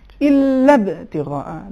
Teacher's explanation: آخری نقطہ آیت نمبر 20 میں، اس میں بھی آپ نے لام کو موٹا تلفظ کیا، نازک ادا ہوگا الا ابتغاء، لام نازک ادا ہوگا، موٹا ادا نہیں ہوگا